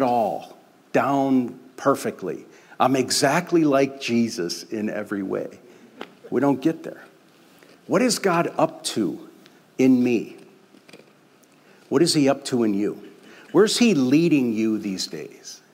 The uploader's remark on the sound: We invited the Oak Hills Community to share — open mic style. This podcast only includes the opening remarks.